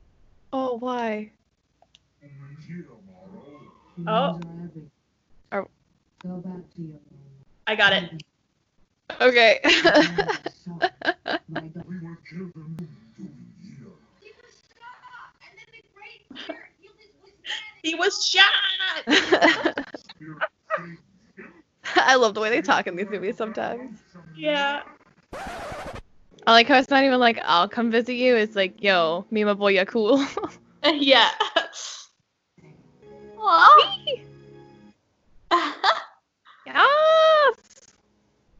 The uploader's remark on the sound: We Skype (yes, we know the audio quality , you don’t need to tell us).